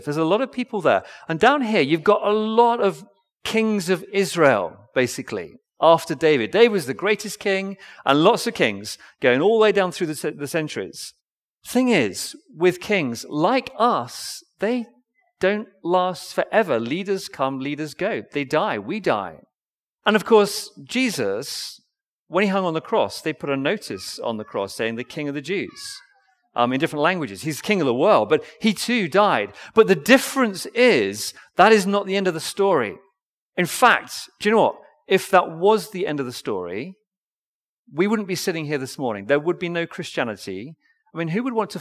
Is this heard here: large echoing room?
yes